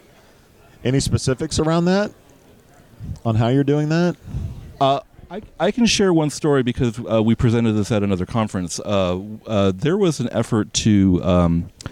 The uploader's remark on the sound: at Jobvite's Recruiting Nation LIVE!